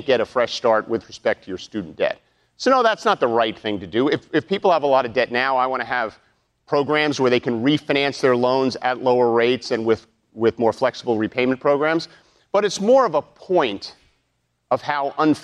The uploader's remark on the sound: during a live town hall